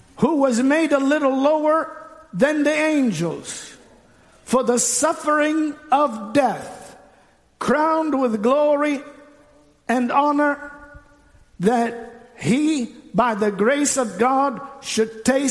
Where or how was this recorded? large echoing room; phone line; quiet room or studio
large echoing room